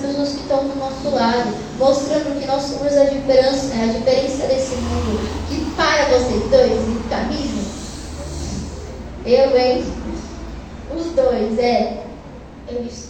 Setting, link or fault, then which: setting, large echoing room